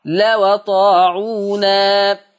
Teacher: لما تنقل هتبقى الواو مفتوحة